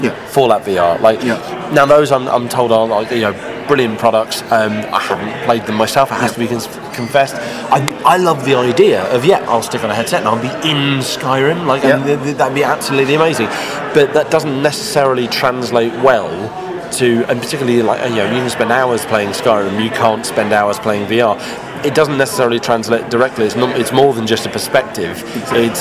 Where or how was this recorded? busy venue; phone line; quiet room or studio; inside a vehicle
busy venue